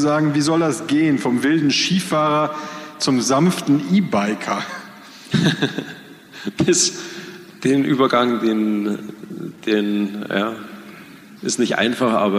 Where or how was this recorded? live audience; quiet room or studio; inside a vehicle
live audience